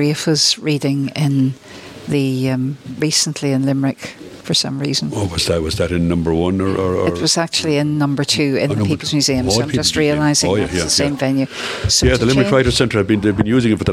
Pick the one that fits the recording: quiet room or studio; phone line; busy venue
busy venue